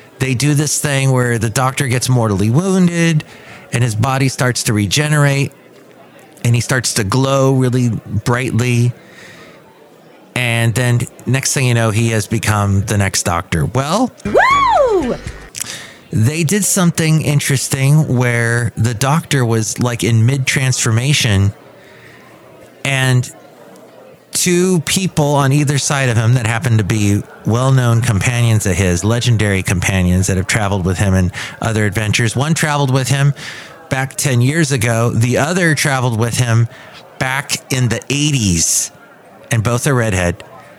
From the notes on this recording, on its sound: podcasts live from Café Anyway